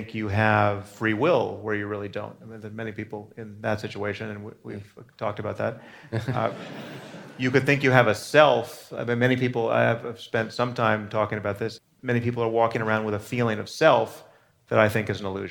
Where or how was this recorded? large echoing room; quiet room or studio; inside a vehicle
large echoing room